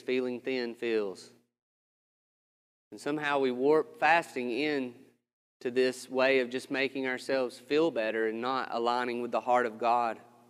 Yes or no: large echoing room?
yes